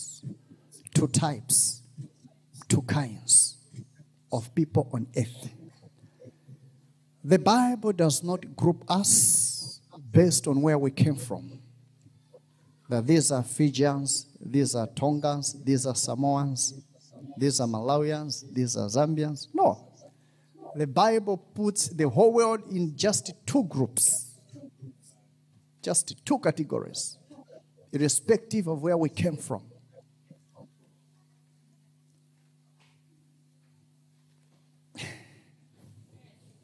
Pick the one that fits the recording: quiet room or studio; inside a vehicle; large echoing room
large echoing room